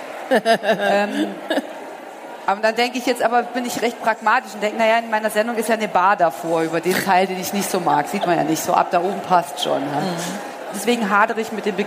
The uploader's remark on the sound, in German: Der Vortrag wurde im Rahmen der Messe herCAREER-Expo